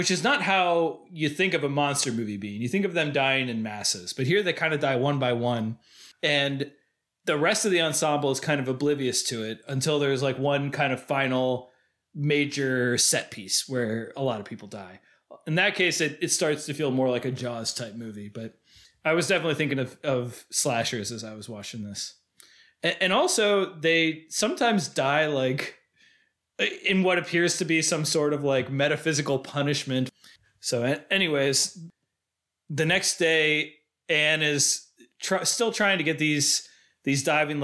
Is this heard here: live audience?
no